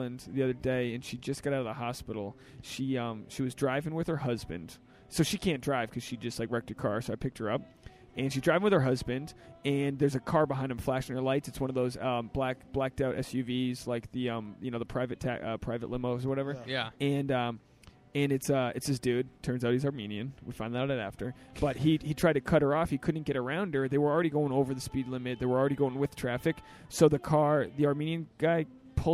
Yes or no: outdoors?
yes